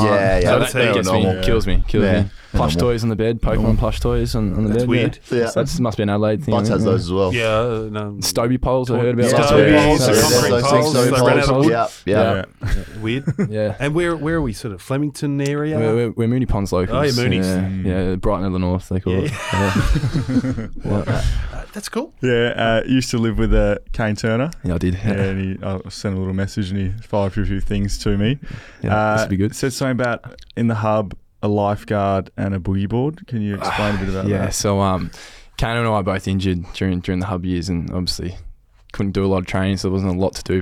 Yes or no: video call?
no